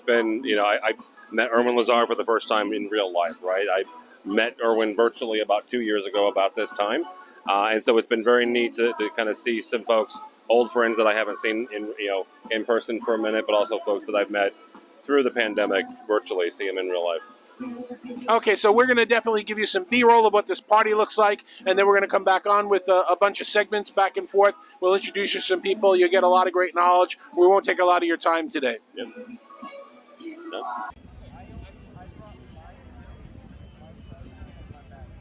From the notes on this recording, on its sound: Live From Orlando, It’s Enterprise Connect 22. Enterprise Connect is back in person, and we talk to many industry professionals about the collaboration space.